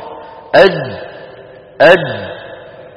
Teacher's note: فإذا الجيم من الحروف الشديدة التي ينحبس الصوت عند النطق بها